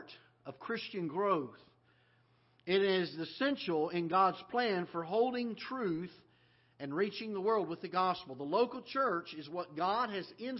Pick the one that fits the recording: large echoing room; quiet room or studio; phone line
large echoing room